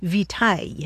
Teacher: Latin victualis passed into French, but along the way, it lost that hard C sound. So it sounded more like vitaille.